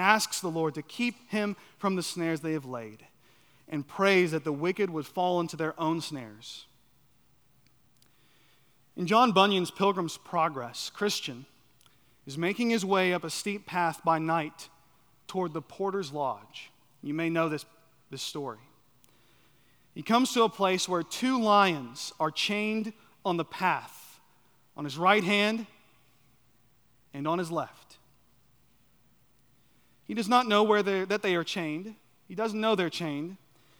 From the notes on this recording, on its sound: at Chaffee Crossing Baptist Church in Barling, AR.